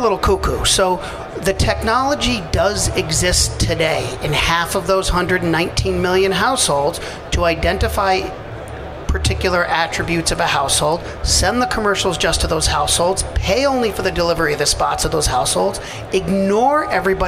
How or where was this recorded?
busy venue